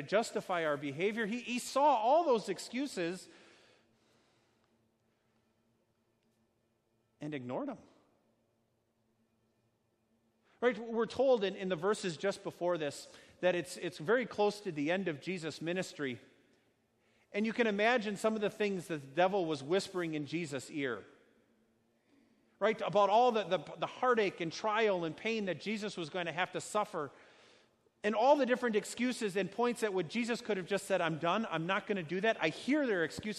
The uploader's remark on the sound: A sermon delivered at Our Savior Lutheran Church in Birmingham, AL, on Sunday, June 30, 2019.